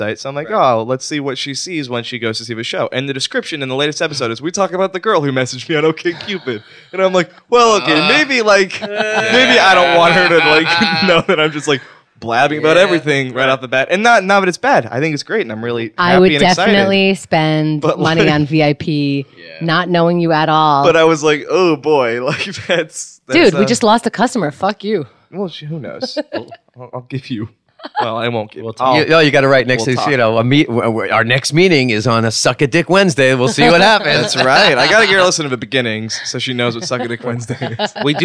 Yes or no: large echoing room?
no